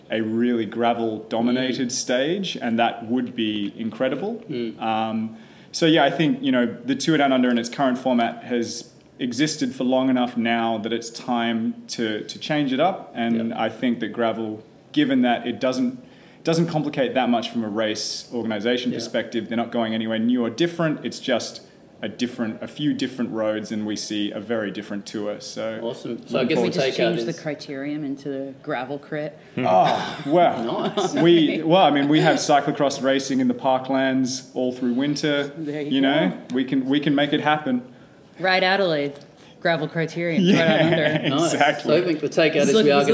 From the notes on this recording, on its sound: Recorded moments after the completion of Stage 5 of the 2020 TDU